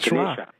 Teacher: the A at the end is pronounced like a schwa